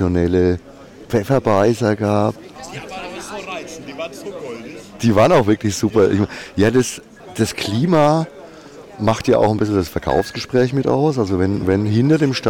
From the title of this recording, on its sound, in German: Live vom Rhöner Wurstmarkt